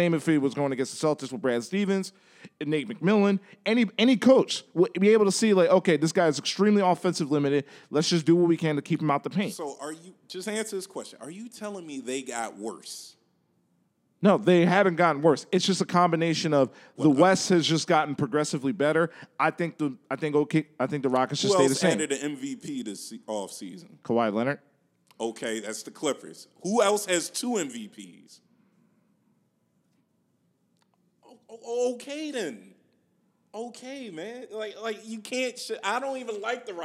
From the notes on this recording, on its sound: Philly Podcast Festival. In front of a live audience at the Tattoed Mom on South Street.